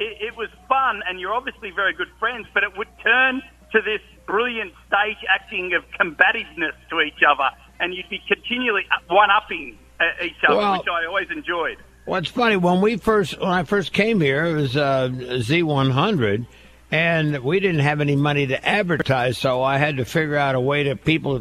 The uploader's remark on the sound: Called in this morning to share memories of Regis.